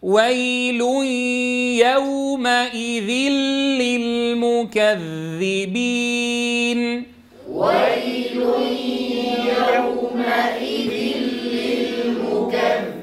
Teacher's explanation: لاحظوا الياء ويل يا صافية من غير غنة